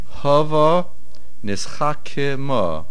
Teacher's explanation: The stress on the word hava is on the he.